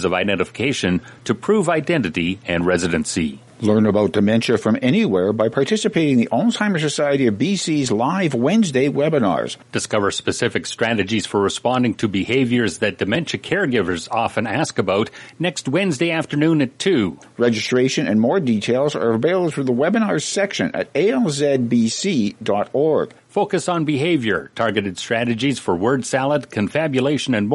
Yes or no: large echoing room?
no